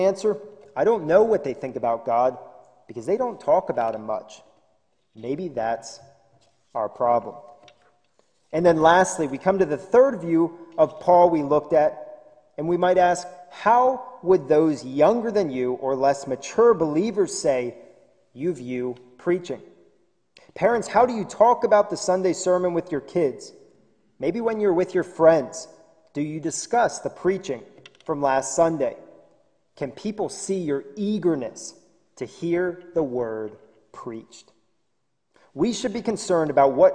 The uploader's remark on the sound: This sermon was recorded live at the Lebanon Bible Fellowship Church in Lebanon, PA on 11/29/2020 during the evening service